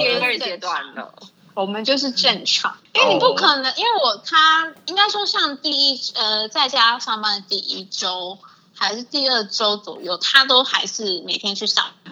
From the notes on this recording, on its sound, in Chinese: 而且這也是升級後我們第一次合體錄音(超克難的遠端連線啊啊啊)。請見諒我們聽起來有如電訪的聲音、以及節目一開始那2266又有奇趣美感的Opening。